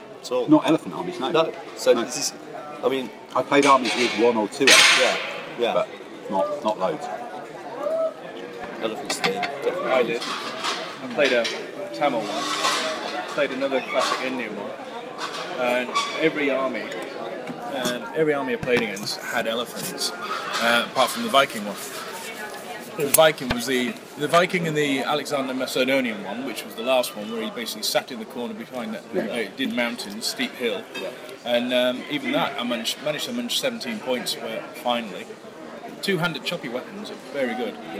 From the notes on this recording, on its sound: recorded in the town square of Estella on a sunny Sunday afternoon